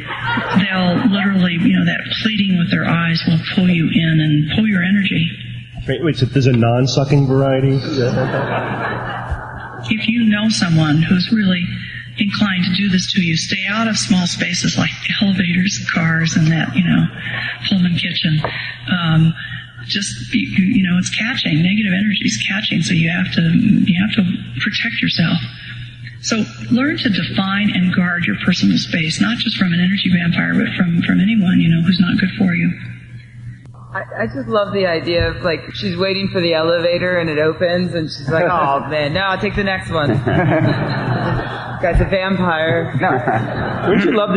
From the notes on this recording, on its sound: Live Recording from TAM8. Live Q&A.